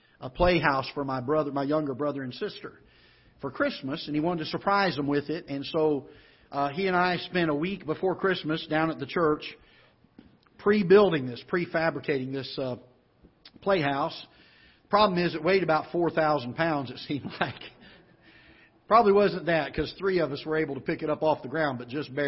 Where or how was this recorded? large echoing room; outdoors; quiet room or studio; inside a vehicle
large echoing room